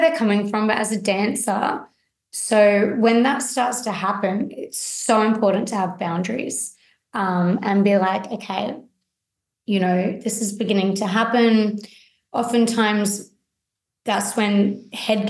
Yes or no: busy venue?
no